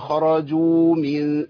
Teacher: احنا بنحذر من اسقاط حرف الواو